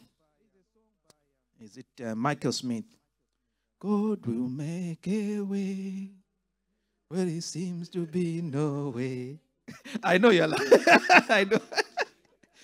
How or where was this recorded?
live audience